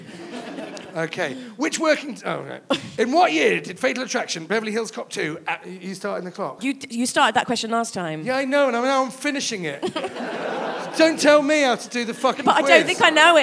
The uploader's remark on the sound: recorded in front of a live audience